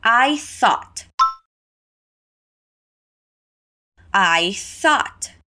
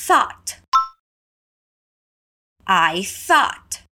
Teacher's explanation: Aqui nós temos o som do TH com o som de S com a língua entre os dentes.